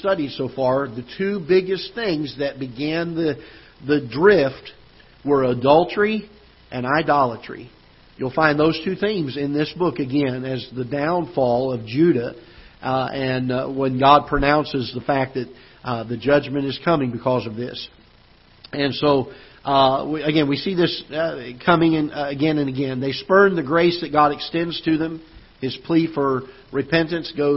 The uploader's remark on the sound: Ketha Heights Baptist Church ~ Live Broadcast